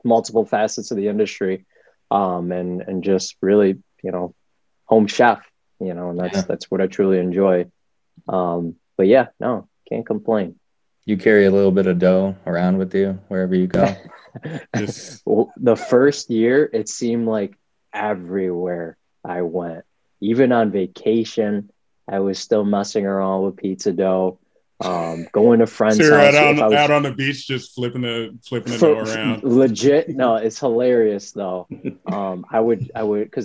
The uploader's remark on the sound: Recorded Live on Zoom